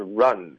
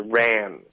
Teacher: Ran 嘴巴没有张开，所以你发的是 run. · Shown in: first take